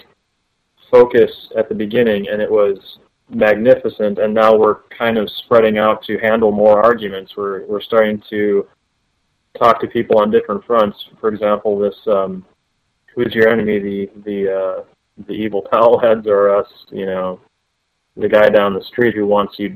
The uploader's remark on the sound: Call In Show